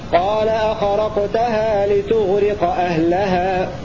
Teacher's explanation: وقرأ الباقون بتاء مضمومة وكسر الراء لتغرق من أغرق يغرق ونصب لفظ أهلها مفعول به هكذا.